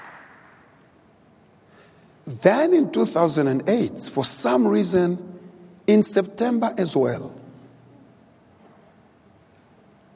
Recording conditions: large echoing room